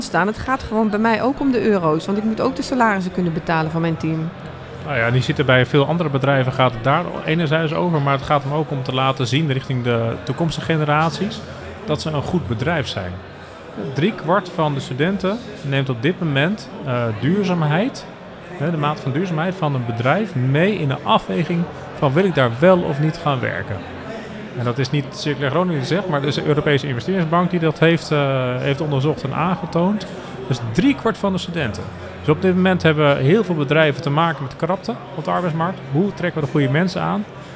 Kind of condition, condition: setting, busy venue